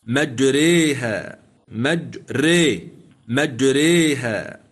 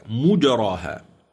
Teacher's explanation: أما من لم يقرأ فيها بالإمالة فهي عنده مفخمة · Shown in: second take · مجراها، كالمكي مثلا يقرأ هكذا مجراها.